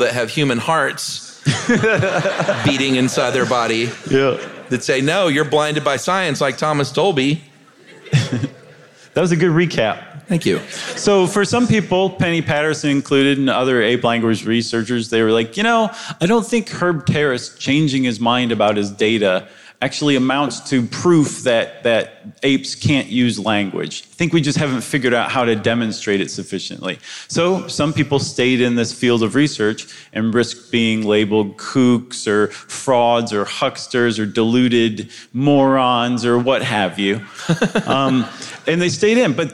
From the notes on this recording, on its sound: Recorded live before the pandemic in January 2020 at the Castro Theatre for San Francisco Sketchfest